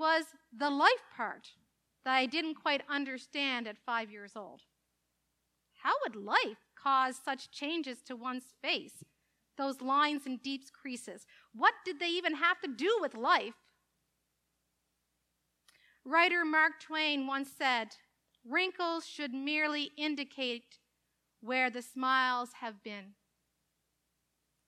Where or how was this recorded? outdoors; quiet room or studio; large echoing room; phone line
large echoing room